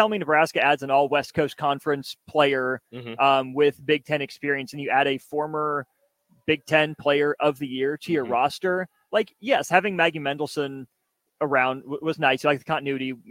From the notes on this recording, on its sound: LIVE from CHI Health Center